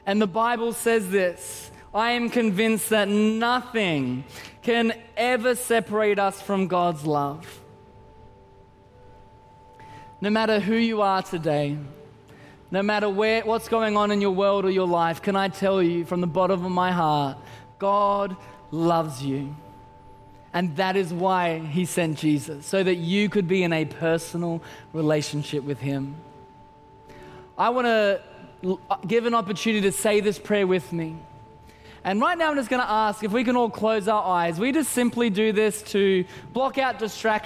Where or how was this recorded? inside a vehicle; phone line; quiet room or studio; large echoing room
large echoing room